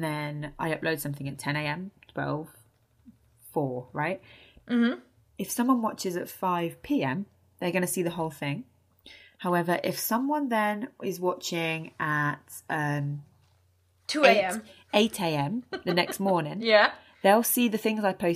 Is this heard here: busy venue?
no